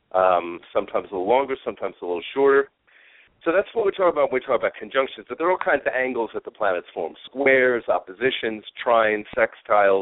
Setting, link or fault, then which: link, phone line